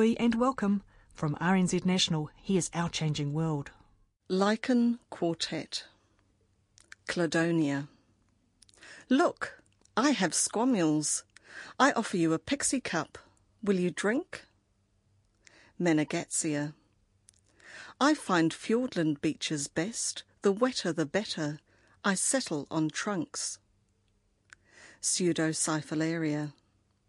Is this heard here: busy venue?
no